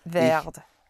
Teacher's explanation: There are two syllables, but you only stress the first one here